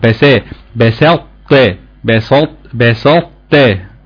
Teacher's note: برضك نفس الكلام، هقف على الطاء بالاطباق واخرج منها المخرج التاء بسطة. بس خد بالك وانت بتقول الطاء ما تفخمش السين معاك، ما تقولش بسطة، لا هي بسا بسطة بسط بسطة.